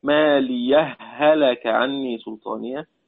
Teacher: الوجه الأول بإدغام مثلين صغير، هاء ساكنة بعدها متحركة